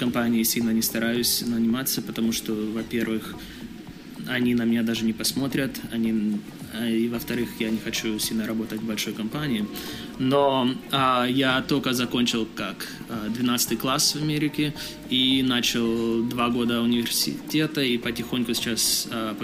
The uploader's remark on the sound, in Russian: Этот выпуск записан на конференции XPDays в Киеве.